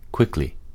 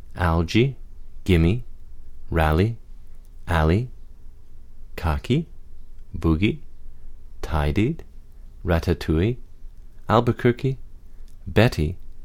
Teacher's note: The sound I is heard in the unstressed syllable at the end of the word quickly. Its symbol is the barred I, a lowercase I with a line across it.